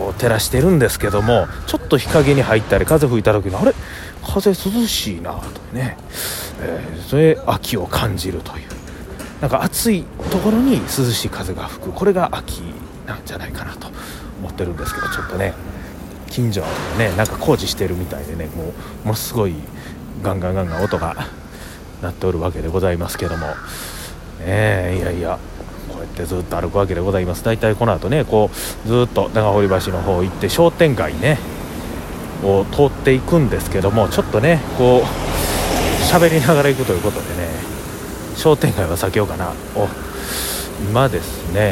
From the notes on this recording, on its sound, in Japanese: 長堀橋から難波に向かって歩きながらのおしゃべりです。